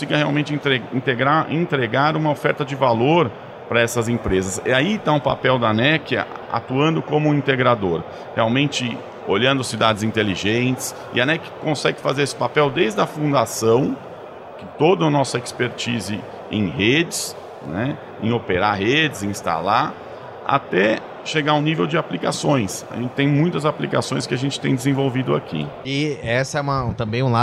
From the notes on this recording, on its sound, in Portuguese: gravada no Futurecom 2023